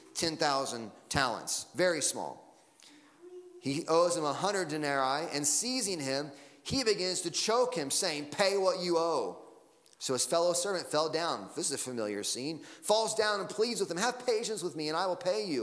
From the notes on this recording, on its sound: Sunday Morning Sermon Audio.